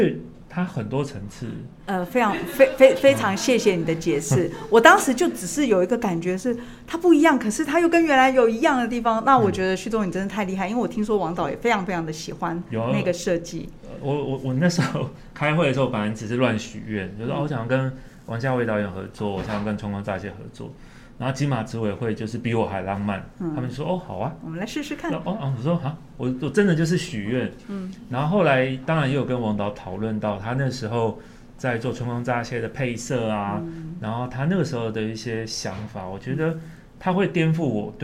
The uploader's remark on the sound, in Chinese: 本集節目在「Sidoli Radio小島裡」現場錄製